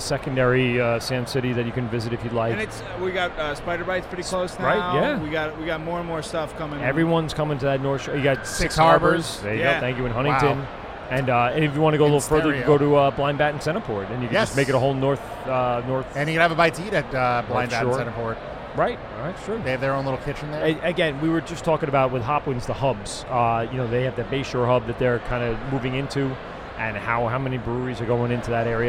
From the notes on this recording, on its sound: LIVE at the Great Beer Expo 2019 at the Nassau Coliseum on Long Island NY. They hear about the local home-brew competition from the LIBME home-brew club and interview several drunk patrons enjoying the day's events.